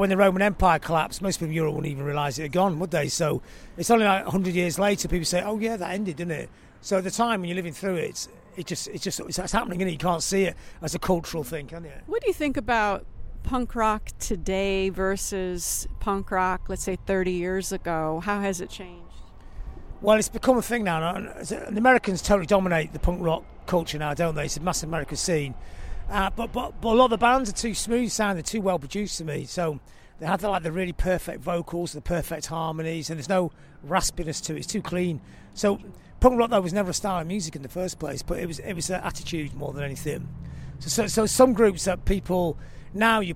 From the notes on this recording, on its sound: While walking around London.